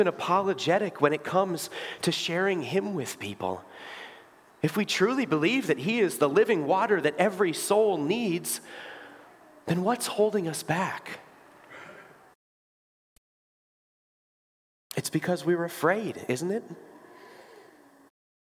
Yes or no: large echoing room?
yes